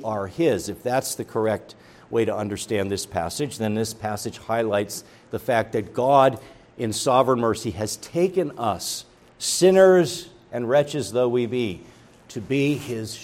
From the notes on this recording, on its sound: preached at Grace Orthodox Presbyterian Church in Sewickley, PA, during the evening Worship Service on Sunday, May 14, 2023